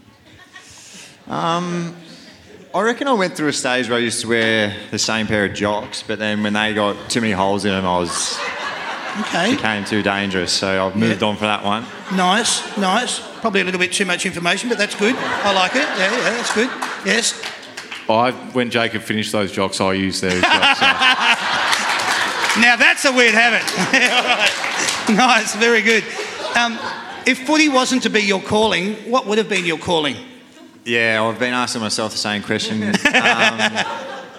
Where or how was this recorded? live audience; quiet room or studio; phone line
live audience